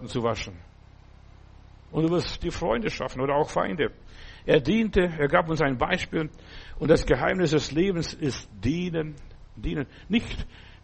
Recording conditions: large echoing room